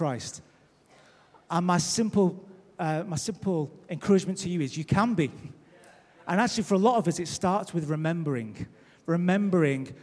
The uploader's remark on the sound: Recorded live at Life Church.